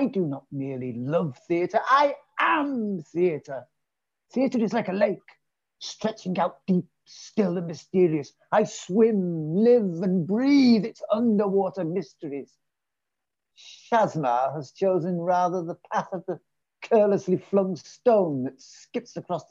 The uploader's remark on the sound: This Episode was recorded online on Zoom